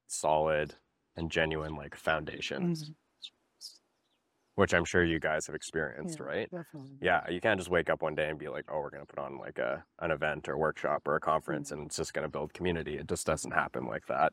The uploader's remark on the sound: A collection of episodes recorded on the beautiful sunny beaches of Maui.